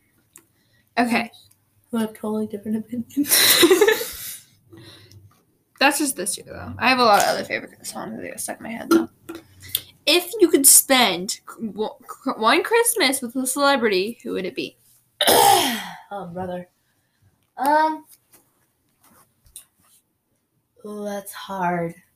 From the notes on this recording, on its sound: we are so sorry if our audio is just not working out great today.